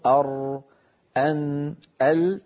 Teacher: هذه الثلاثة قد خرجت من زلق اللسان، يعني من طرفه، وبعضها من زلق الشفة، يعني من طرف الشفة أو الشفتين. · Term: الحروف المذلقة